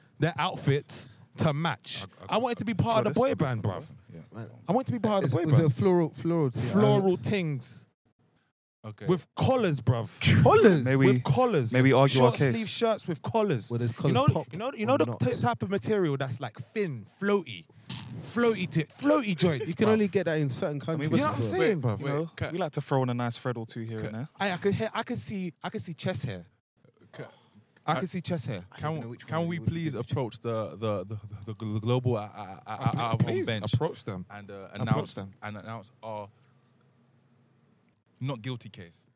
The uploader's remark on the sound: Live from Japoma Stadium. This week we coming at you live and direct, from the centre circle of Japoma Football Stadium.